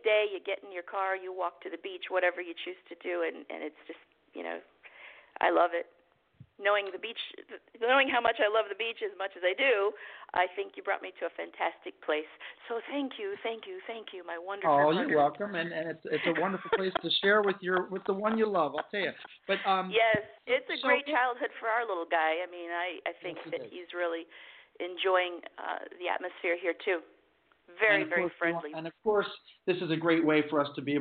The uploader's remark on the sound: Live from Anguilla. A live call-in show with interviews.